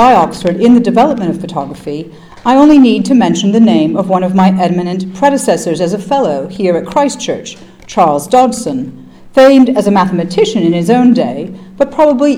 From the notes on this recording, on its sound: Opening remarks on the first day of the conference.